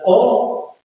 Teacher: Cardinal vowel number 7, closed mid back rounded vowel